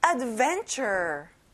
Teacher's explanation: 여기 끝에 er 발음을 잘해주고요. van에 강세를 넣어보는 거예요.